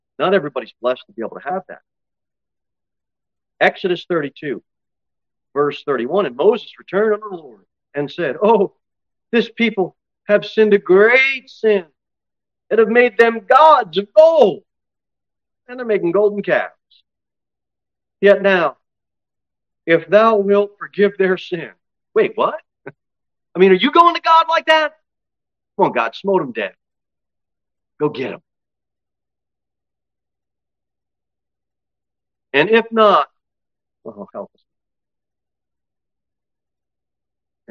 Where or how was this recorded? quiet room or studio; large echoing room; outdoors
large echoing room